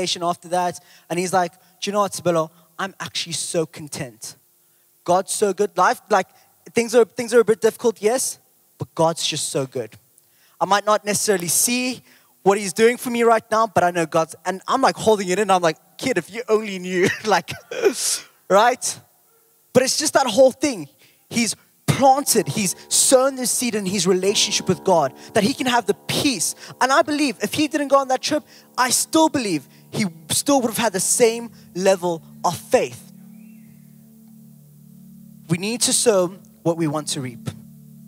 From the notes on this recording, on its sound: Recorded live on Sunday 11th June the 2023